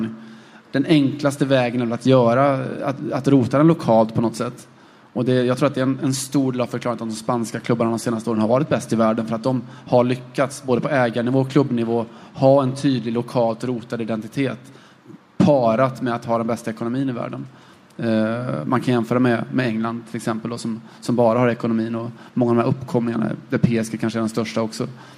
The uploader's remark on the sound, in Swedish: Live från Trädgården